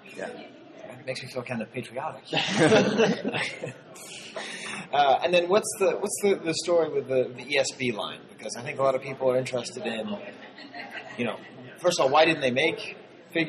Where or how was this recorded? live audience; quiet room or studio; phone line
live audience